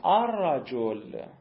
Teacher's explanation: دوم، بین دو حرف متقارب مانند الرجل که میشه الرجل. را دیگه، را خونده میشه، را خونده میشه، لام خونده نمیشه · Term: ادغام متقاربین